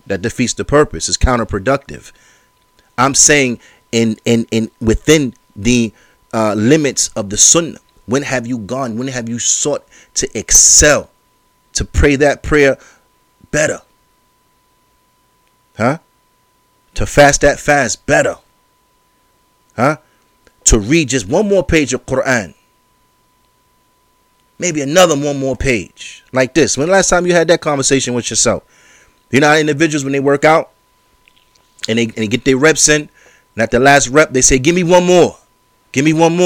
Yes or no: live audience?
no